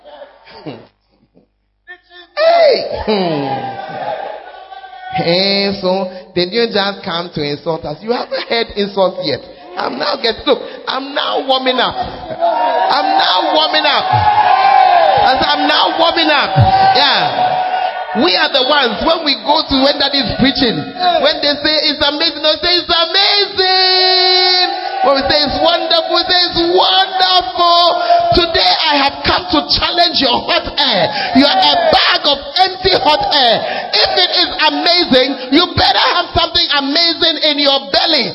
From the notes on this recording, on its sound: Send it Mini-Camp Navrongo. Preached at First Love, Navrongo.